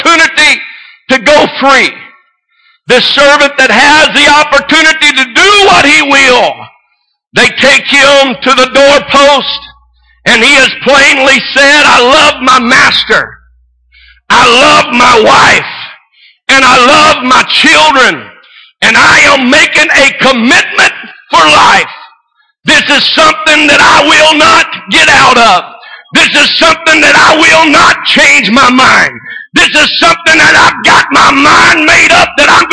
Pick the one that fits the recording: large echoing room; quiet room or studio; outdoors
large echoing room